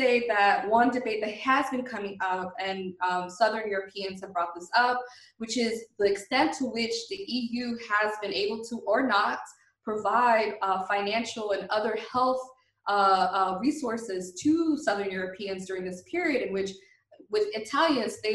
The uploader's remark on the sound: We will be speaking with our guests, one or several at a time, via Skype, and will try to have brief, informative, and non-draining calls.